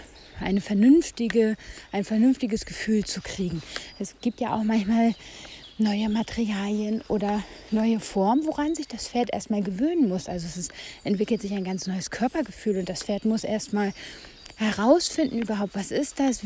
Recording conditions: outdoors